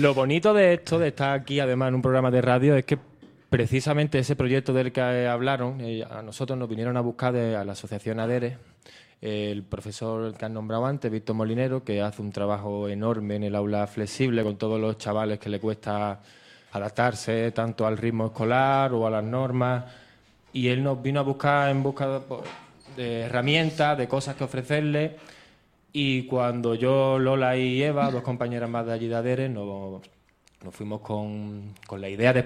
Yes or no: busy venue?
yes